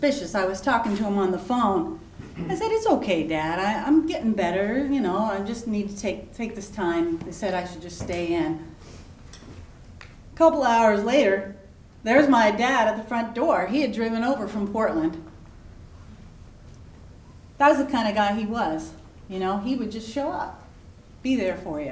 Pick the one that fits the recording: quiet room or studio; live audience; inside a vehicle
live audience